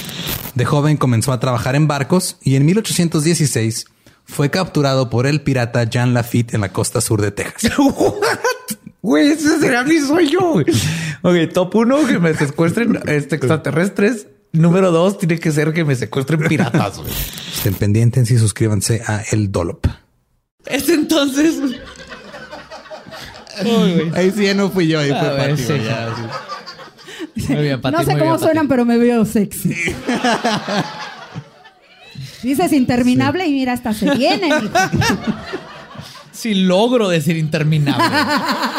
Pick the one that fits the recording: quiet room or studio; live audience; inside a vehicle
live audience